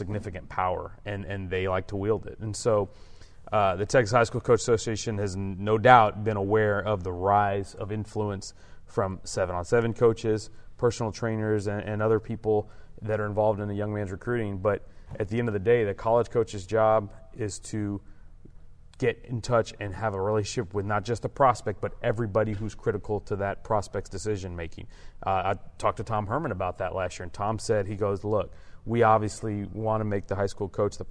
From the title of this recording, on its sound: Live from THSCA Coaching School